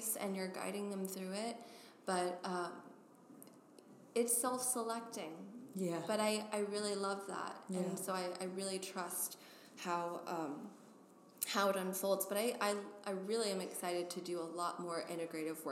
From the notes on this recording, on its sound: We recorded our conversation in a big, airy conference room at The Wing in SoHo.